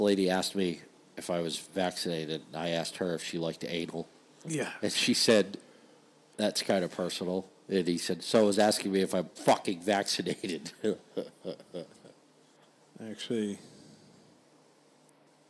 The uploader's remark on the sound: This episode is brought to you by the giant thunderstorm that rolled through, no idea where and when recordings started and stopped